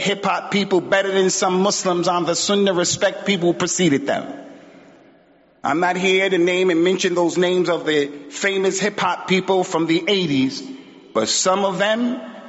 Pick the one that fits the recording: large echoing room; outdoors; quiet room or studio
large echoing room